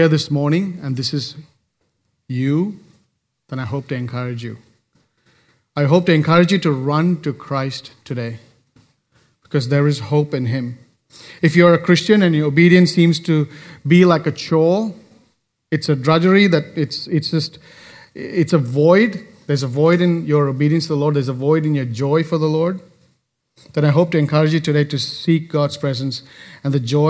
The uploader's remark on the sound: recorded live at Grace Community Bible Church